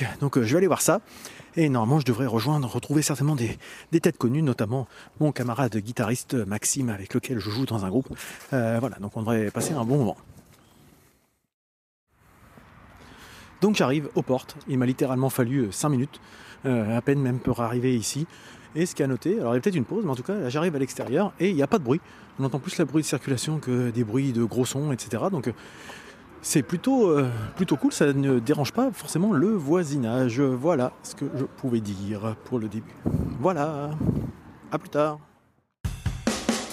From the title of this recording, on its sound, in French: L'EntrePod se balade au Drakk fest